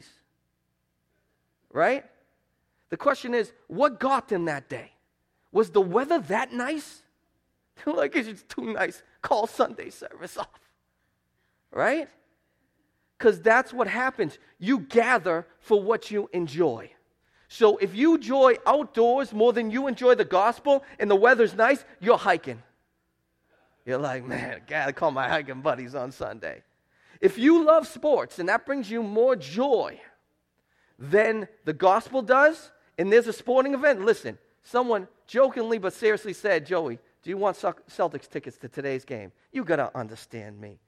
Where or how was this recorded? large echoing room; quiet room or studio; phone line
large echoing room